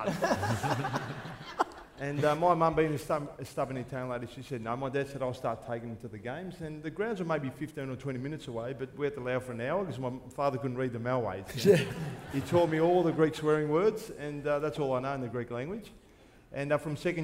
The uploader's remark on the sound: Live From Crown Casino.